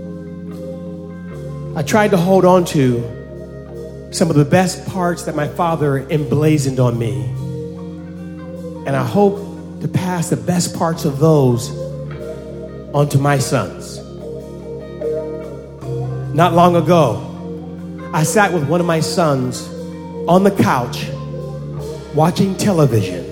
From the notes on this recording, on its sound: At Snap LIVE! in Brooklyn. At the Brooklyn Academy of Music.